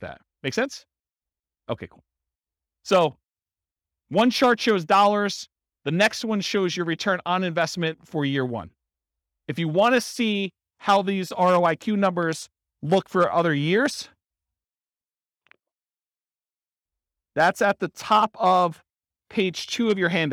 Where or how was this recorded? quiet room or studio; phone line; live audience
live audience